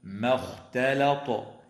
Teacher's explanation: ويراعى أيضا ترقيق الميم والتاء واللام وتفخيم الخاء والطاء في قوله تعالى ما اختلط